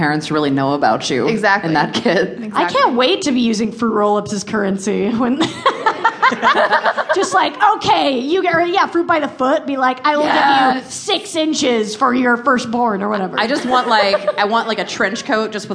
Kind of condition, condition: setting, live audience